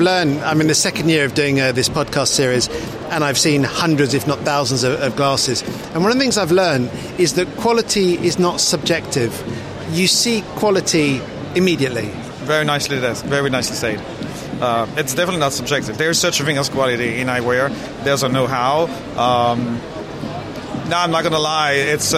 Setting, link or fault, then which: setting, busy venue